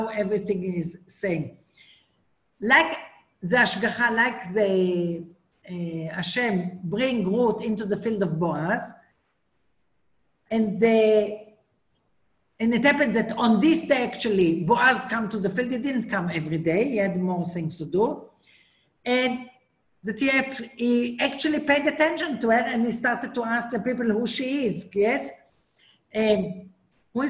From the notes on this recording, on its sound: Zoom Class